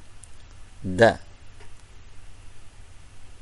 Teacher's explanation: c'est le bout de la langue avec la racine des incisives